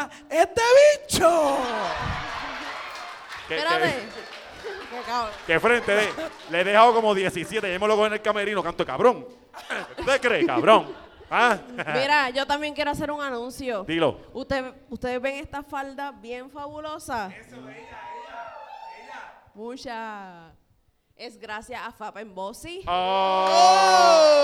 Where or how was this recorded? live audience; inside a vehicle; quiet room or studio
live audience